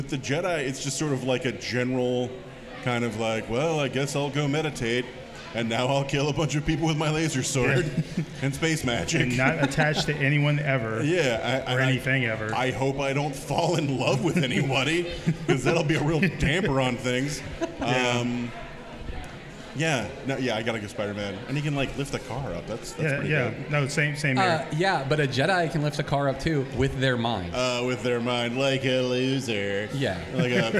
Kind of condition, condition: setting, busy venue